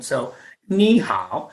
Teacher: Ni actually has a third tone, which is ni, and hao also has a third tone, which is hao. But when you have two, three tones together, then the first one becomes a two tone